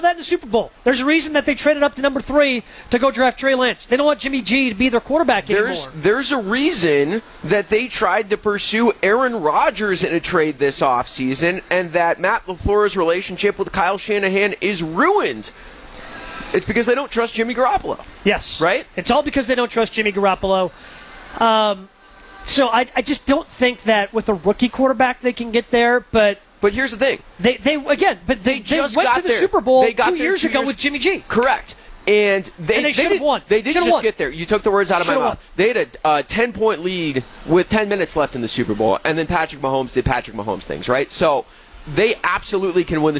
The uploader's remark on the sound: Live From Summerfest.